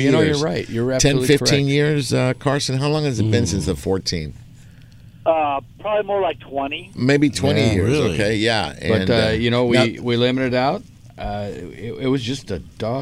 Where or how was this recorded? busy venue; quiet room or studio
busy venue